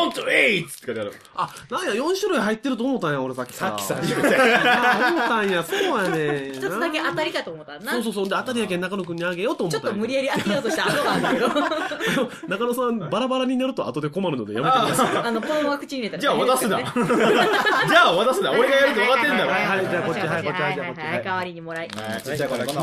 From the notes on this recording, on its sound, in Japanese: ノイズがいっぱい